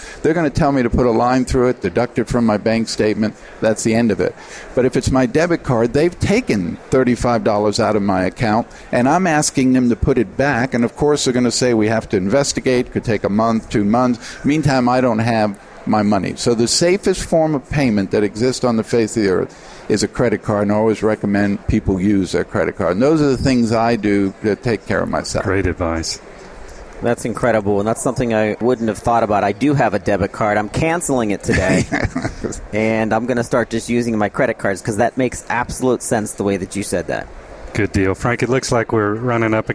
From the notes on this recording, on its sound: The episodes were broadcast live in Experian Health’s booth (#3503). The episodes were broadcast live in Experian Health’s booth (#3503) at the The HIMSS17 Annual Conference and Exhibition.